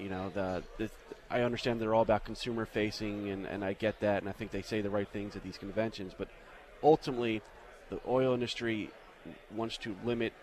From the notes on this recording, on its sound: Adams on Agriculture is at the National Ethanol Conference in Orlando.